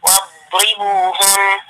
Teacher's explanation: لازم تقفي على الضاد تديها الرخاوة بتاعتها علشان الضاد حرف رخو استطالة ورخاوة، فنقول واضربوهن علشان ما تتقلقلش منه، تمام؟